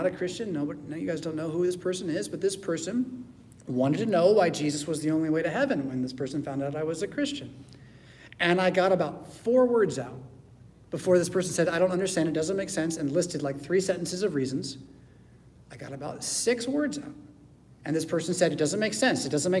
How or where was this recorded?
large echoing room